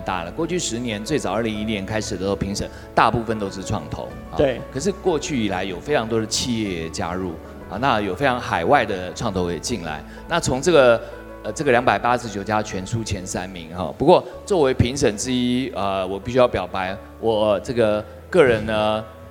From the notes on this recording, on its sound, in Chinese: 創業新聲帶首度嘗試活動現場即時收音LIVE錄製！並舉辦大型Demo Show，邀請20位創投組成最豪華陣容的評審團。